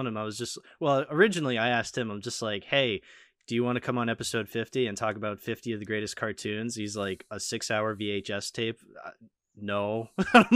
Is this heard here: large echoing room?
no